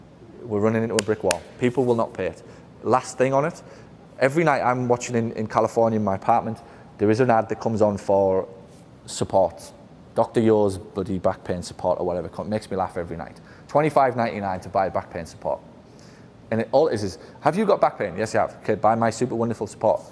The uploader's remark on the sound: a recording of a keynote I did for the incredible staff of “Fzyical Therapy Balance Centres” of Las Vegas